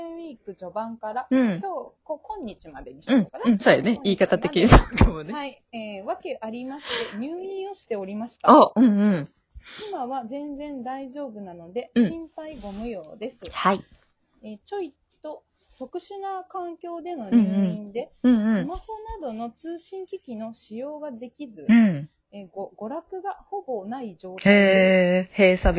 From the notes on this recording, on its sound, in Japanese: 今回もリモート収録です。音声のお聞き苦しいところあるやも。